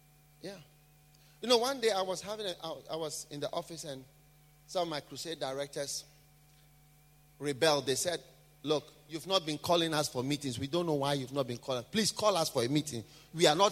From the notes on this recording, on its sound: Preached at a BENMP service in London, UK